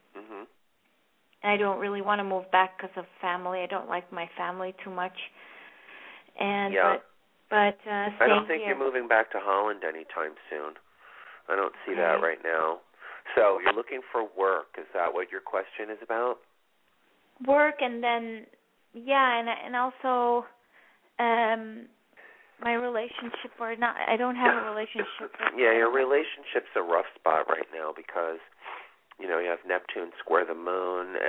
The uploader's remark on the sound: This is a call in show with LIVE readings.